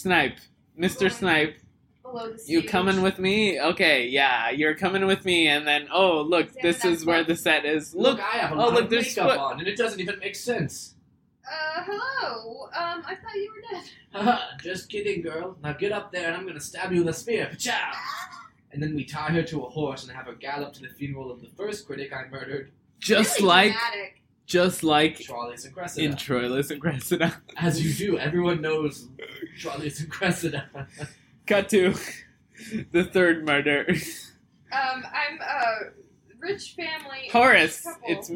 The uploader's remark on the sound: SORRY THE SOUND SUCKS